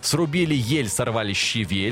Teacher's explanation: в слове «щавель» ударение на «е»